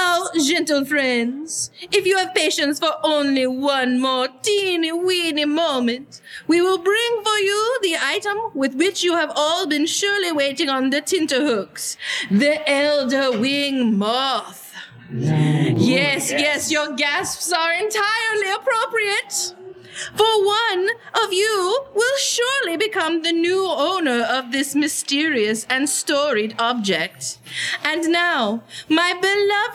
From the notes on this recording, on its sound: Listen along with our live audience